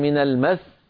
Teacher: نضغط قليلا حتى ننبه السامع أن هذا الحرف الذي وقفت عليه مفردا هو في الحقيقة لو وصلت هو حرفان · Term: النبر